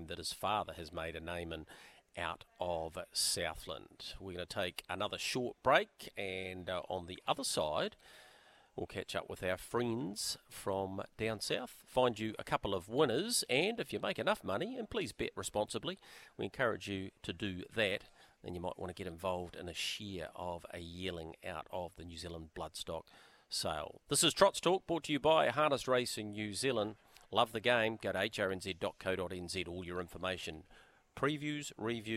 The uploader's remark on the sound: a 2-hour special live from Karaka